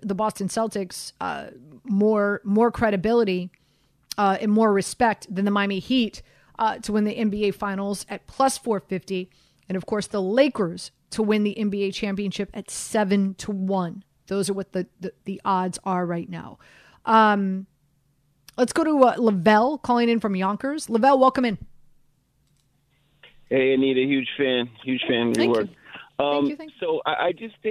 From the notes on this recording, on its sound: takes some of your calls